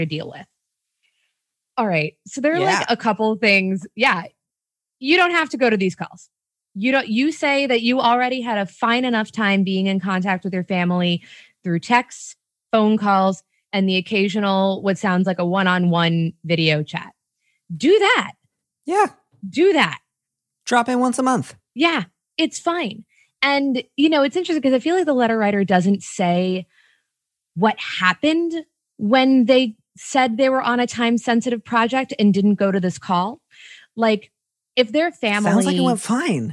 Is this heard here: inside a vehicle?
no